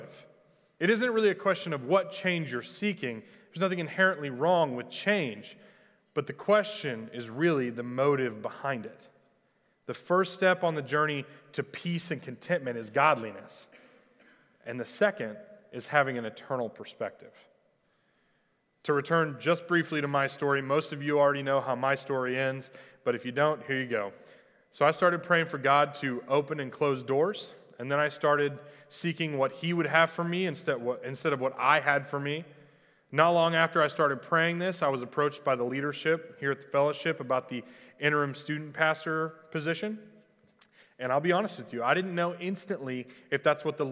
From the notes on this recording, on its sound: Recorded live at The Fellowship at Two Rivers on January 3, 2021.